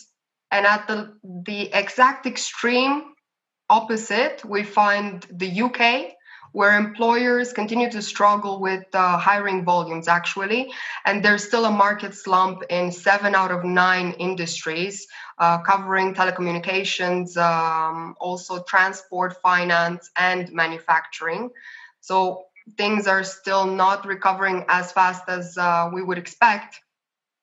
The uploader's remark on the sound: It is actually the recording of a live session that we had on October 9th, Friday, October 9th, where we were joined by about 28-30 participants in a Zoom call.